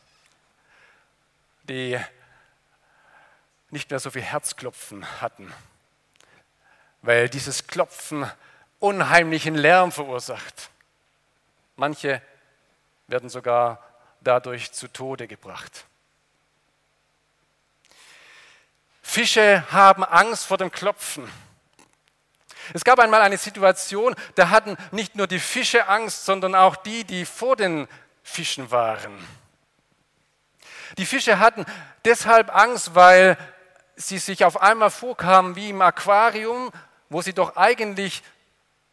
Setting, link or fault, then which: setting, large echoing room